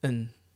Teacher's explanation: You don't even pronounce the D or the A. · Term: weak forms